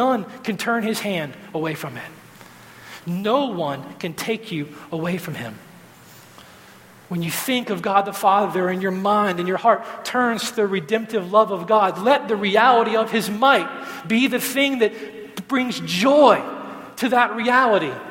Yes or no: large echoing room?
yes